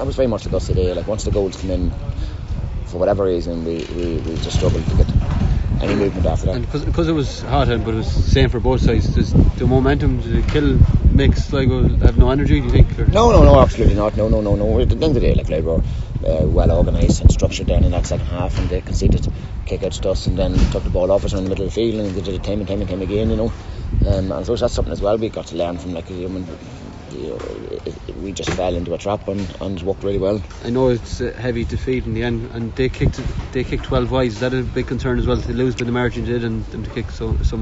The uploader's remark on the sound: outside recording